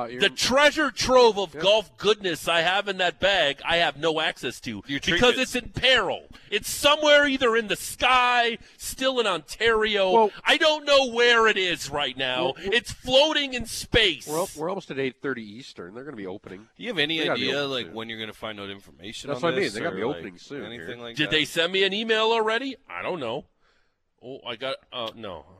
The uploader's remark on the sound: live from the Flames Charity Golf Classic at Country Hills Golf Club